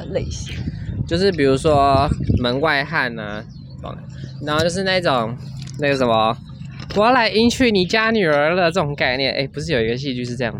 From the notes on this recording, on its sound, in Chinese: 不得已在戶外錄，有諸多雜音／暴風請見諒！